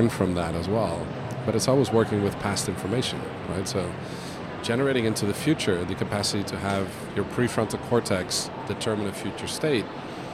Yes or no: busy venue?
yes